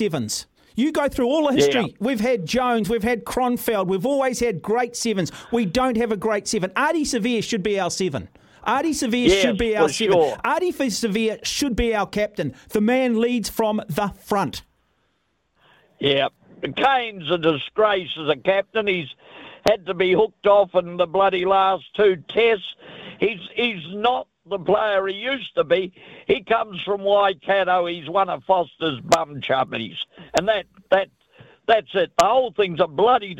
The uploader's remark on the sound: The phone lines were heating up with frustrated fans sharing their thoughts on the All Blacks' historic loss to Argentina.